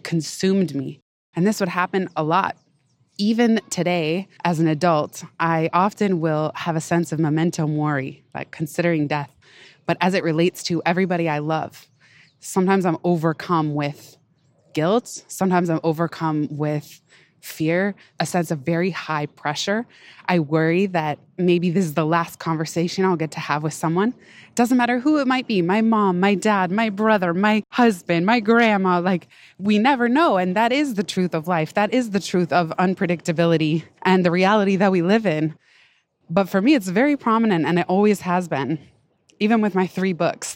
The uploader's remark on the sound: Pardon the occasional panting (lol) and background noise—err New York City soundscape—as I recorded this one on a big hill at the park, running up and down